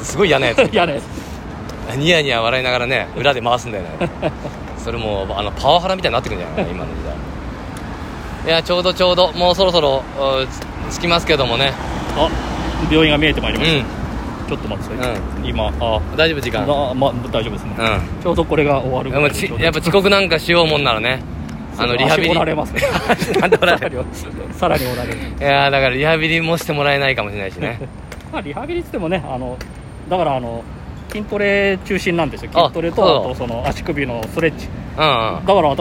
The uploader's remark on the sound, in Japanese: 歩き収録。From Radiotalk。